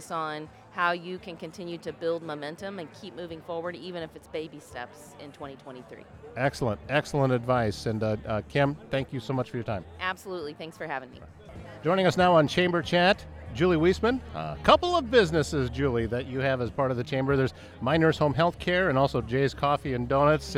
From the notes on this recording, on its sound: This episode was recorded on location at the Chamber's Annual Meeting and Small Business Showcase.